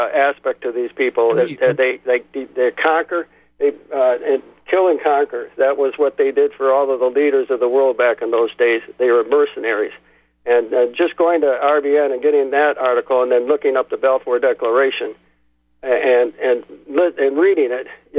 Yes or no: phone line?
yes